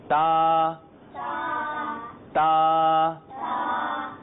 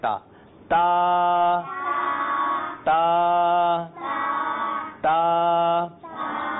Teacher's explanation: اب ہم اس کی ادائیگی کی طرف آتے ہیں کہ تا کو پڑھنے کا کیا طریقہ ہے. اچھا جی، تا جب بھی ادا کیا جائے گا تو اس کی ادائیگی کا طریقہ یہ ہوگا کہ زبان کی نوک اور اوپر کے دانتوں کی جڑ سے ادا ہوگا